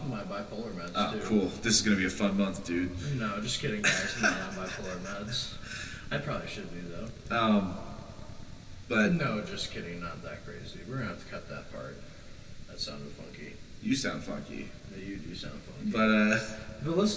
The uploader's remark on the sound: completely f*ck their sound up